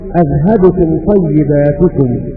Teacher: قرأ خلف بهمزة واحدة كقراءة حفص